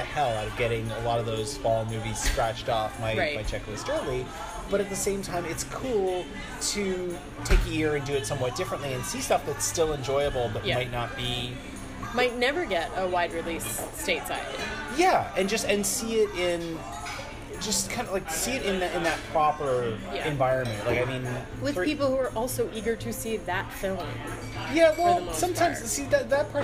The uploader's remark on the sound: we turn the mic on again and give you more action on the scene from the 41st annual Toronto International Film Festival